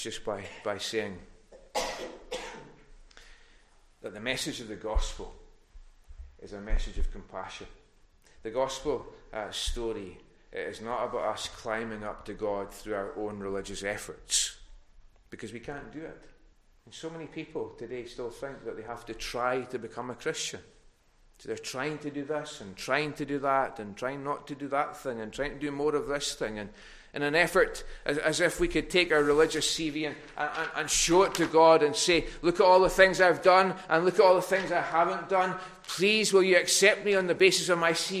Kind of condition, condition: setting, large echoing room